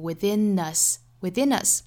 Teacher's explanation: within 重读在后，跟后面连读 within us